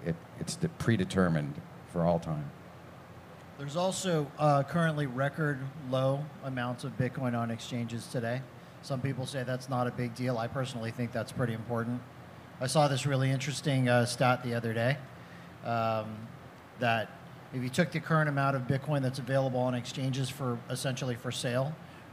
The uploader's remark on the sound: For Café Bitcoin Live at Pacific Bitcoin!